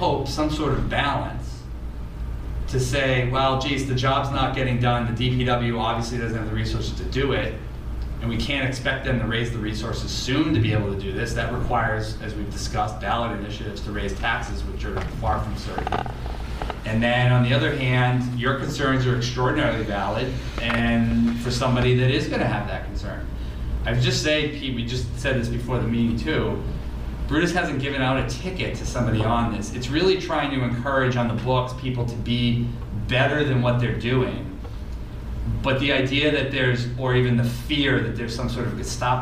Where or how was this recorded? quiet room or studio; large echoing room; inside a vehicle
large echoing room